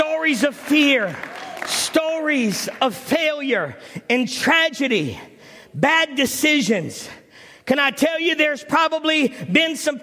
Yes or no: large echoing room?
yes